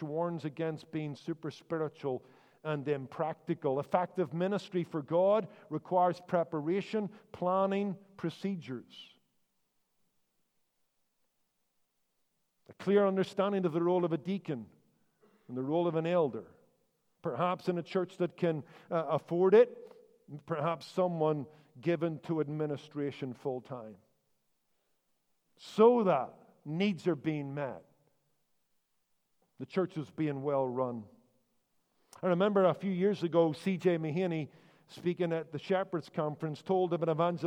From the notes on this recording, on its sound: Recorded live at the Regular Baptist Ministries Annual Conference “The Mandate.”